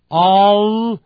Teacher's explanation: 念的时候 all 那个舌尖呢要往上顶，顶在上牙的后头